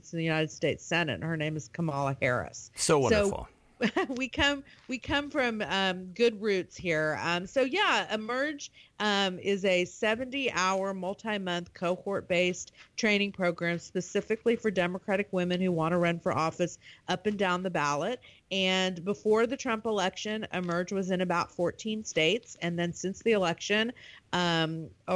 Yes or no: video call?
no